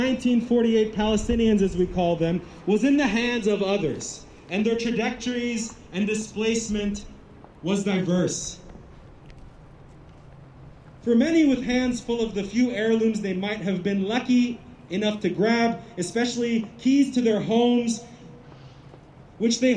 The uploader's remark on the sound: On this hot Saturday afternoon. The live event had ASL interpretation.